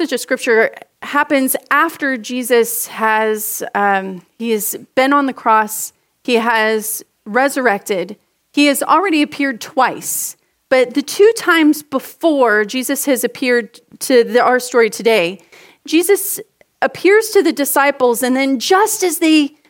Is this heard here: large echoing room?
yes